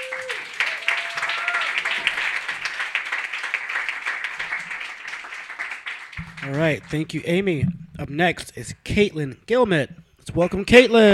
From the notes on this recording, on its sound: Brooklyn Poets Yawp open mic